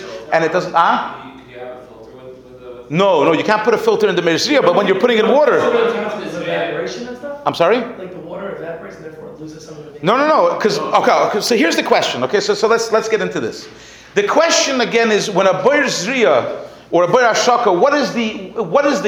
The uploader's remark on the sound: Sunday Kolel Lecture. Recorded live at The Torah Center ATL.